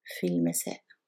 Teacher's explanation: I did pronounce the lam, fil masai, because mim is a moon letter